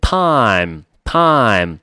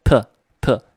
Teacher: 英语的那一个是一个滑音，它是舌头有一个滑动的过程